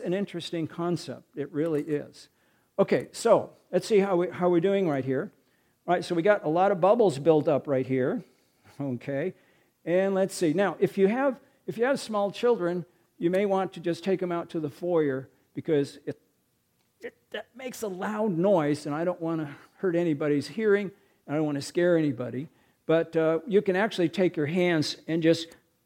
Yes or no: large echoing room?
yes